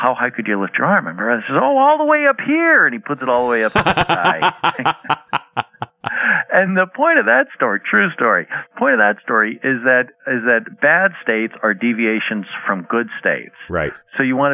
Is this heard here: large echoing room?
no